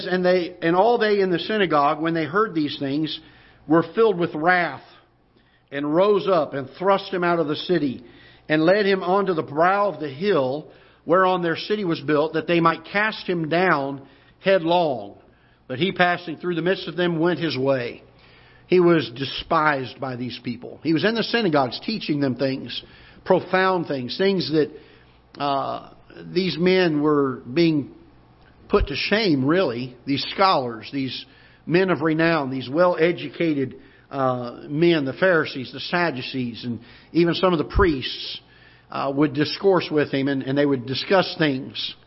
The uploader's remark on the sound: Ketha Heights Baptist Church ~ Live Broadcast